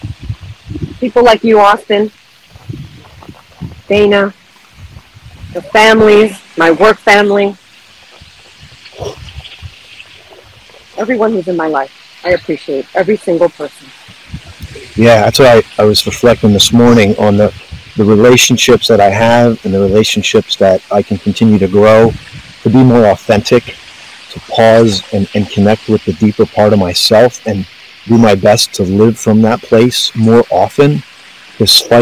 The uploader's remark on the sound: This Episode originally streamed live on location at Flight 93 National Memorial. The audio from this podcast was taken directly from this live stream.